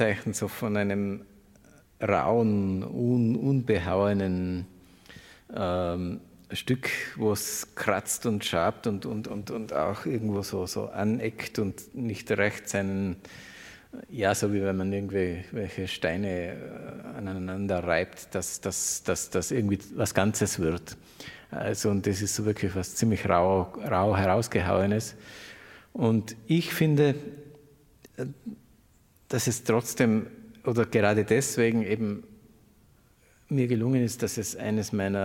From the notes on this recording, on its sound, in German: im Rahmen eines Konzerts live vor Publikum aufgezeichnet